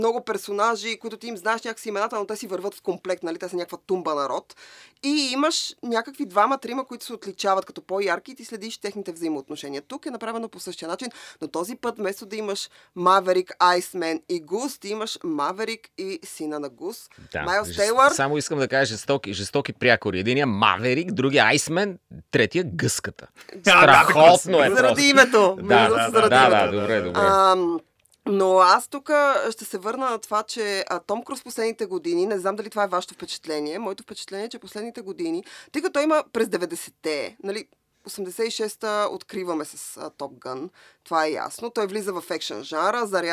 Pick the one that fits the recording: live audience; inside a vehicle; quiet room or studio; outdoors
quiet room or studio